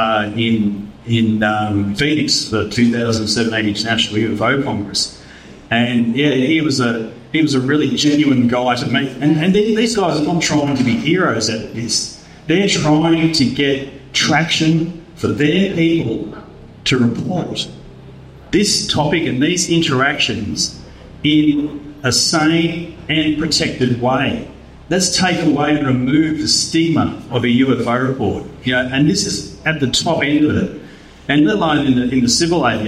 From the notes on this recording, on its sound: Cardwell UFO Festival Live Show. This is a replay of the live round table discussion held at the Australian UFO Festival in Cardwell in August 2023.